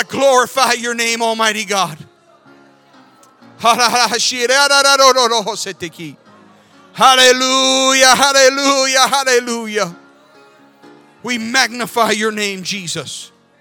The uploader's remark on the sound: This sermon was recorded live on August 28th, 2022 at Newark United Pentecostal Church.